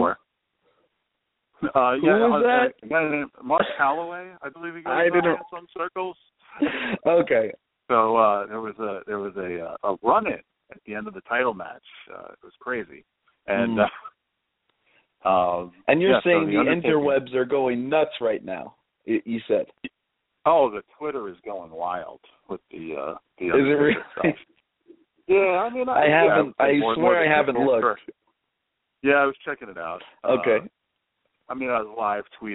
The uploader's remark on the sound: We'll be mocking live callers without provocation.